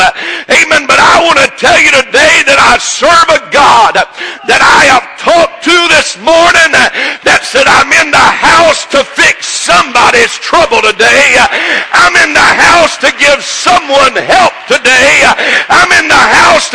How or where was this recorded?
large echoing room